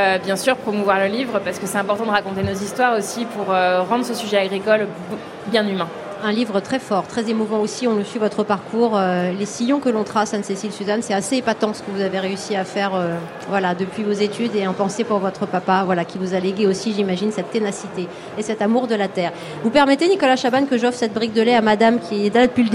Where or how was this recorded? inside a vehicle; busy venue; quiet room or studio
busy venue